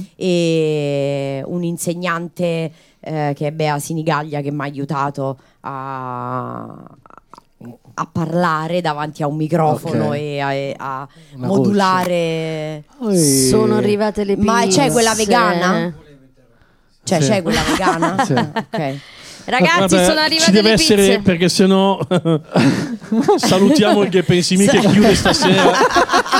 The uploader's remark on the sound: Live dal GhePensiMi